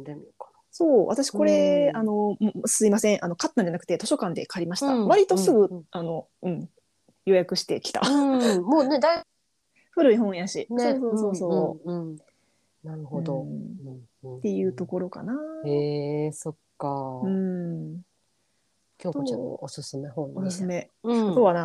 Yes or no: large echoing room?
no